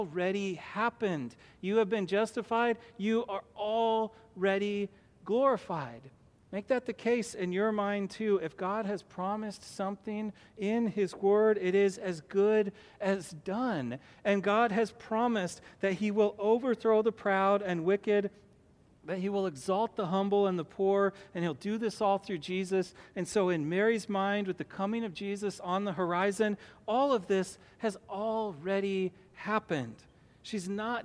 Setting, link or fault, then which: setting, large echoing room